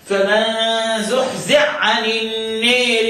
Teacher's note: اسكن الحاء وادغمها في العين فتصبح عين مشدده · Term: مدغم